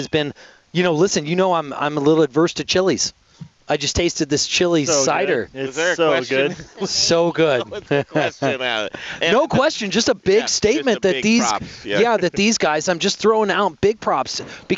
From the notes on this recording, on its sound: Live from Field to Fork farm, all organic baby! Live from Field To Fork in Palisade Colorado!